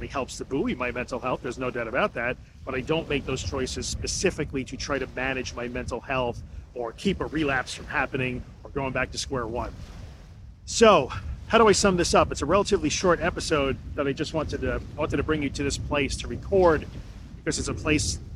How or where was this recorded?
outdoors